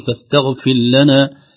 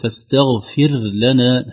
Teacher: ستضيع الراء وتدغم في اللام · Shown in: first take